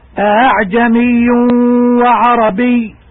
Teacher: قرأ حفص فيها بتسهيل الهمزة الثانية بين الهمزة والألف وعلامة هذا التسهيل في المصحف الشريف وضع نقطة كبيرة فوق الهمزة